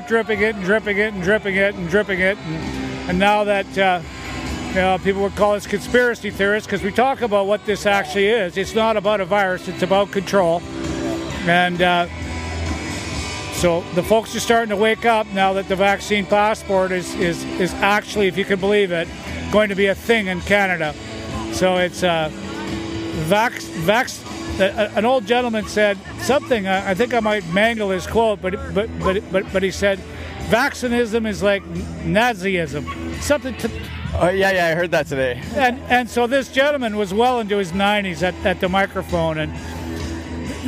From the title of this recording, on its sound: at the Sept.1 Rally